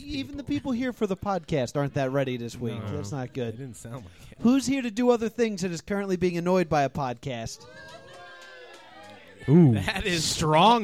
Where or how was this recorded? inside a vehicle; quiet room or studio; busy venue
busy venue